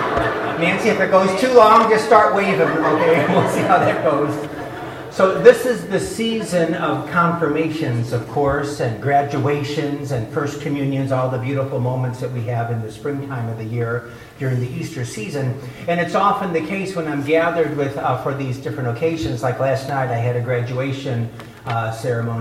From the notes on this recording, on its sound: delivered the keynote address at the Eighth Annual Legatus Gospel of Life Prayer Breakfast